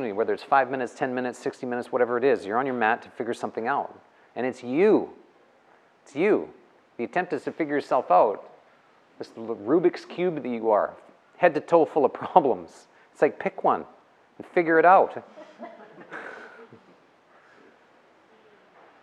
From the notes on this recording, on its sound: The live recorded lecture took place before a yoga practice at Peace Retreat in Los Pargos, Costa Rica in February of 2022.